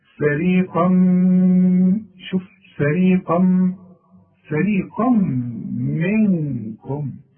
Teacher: حتى فيها نشاز، إذا هنقول فا، فري، أمال إيه هي اللي عندي مفخة منها؟ القاف، والقاف ما دام بعدها ما، بيبقى أعلى درجات التفخيم